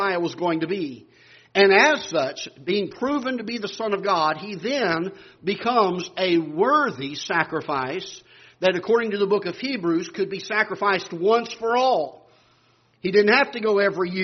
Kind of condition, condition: setting, large echoing room